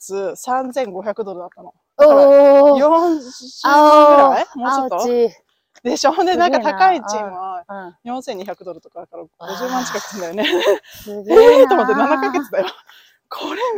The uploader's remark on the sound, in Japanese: アメリカ・アリゾナ州発。アリゾナの朝日をバックに早朝ハイキング！歩きながらの収録だったので、お聞き苦しいところがあったらごめんなさい！